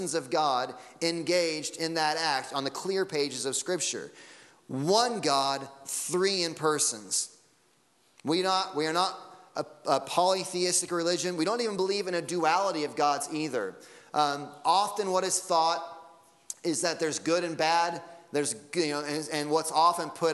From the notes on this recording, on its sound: Sunday Morning Sermon Audio.